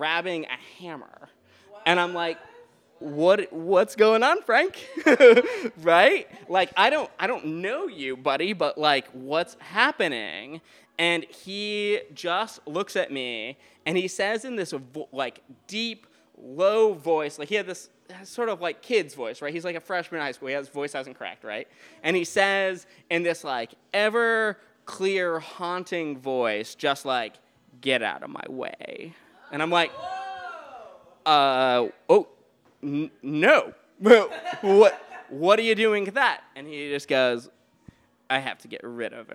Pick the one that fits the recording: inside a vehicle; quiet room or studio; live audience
live audience